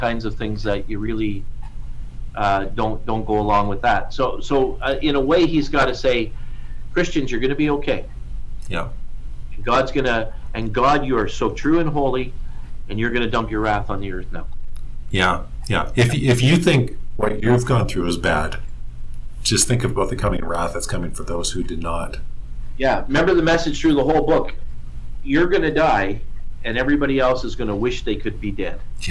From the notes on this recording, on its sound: Sorry about the audio in this one